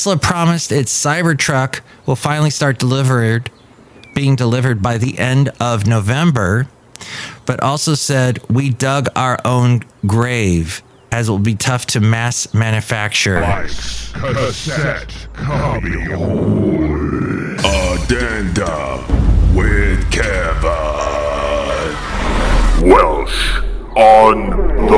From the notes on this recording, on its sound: Podcasts live from Café Anyway.